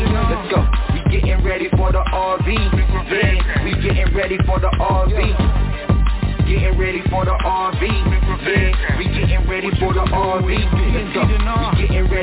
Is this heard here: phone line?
yes